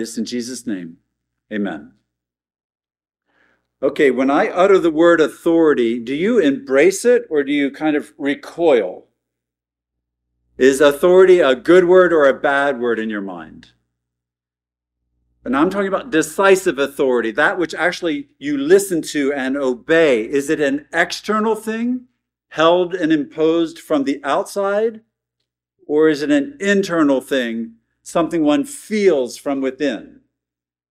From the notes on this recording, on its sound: at Arlington Baptist Church in Arlington, Virginia